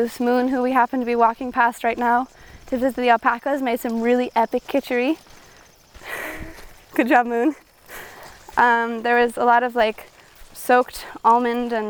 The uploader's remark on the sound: We were still figuring out how the mics worked while we walk in this episode, so you will hear some funny clicks.